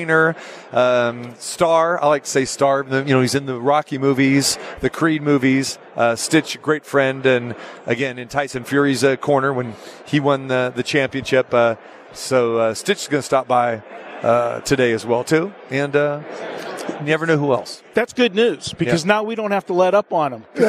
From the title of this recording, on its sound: Live from Radio Row Super Bowl 58